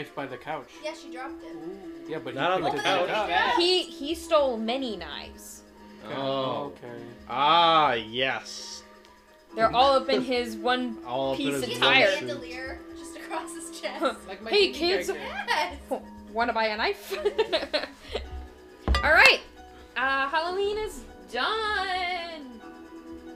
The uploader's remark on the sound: It's like you’re watching a movie with your friends! We tried to block out the movie as best we could but, any and all background sounds or music from the movie belong to the creators.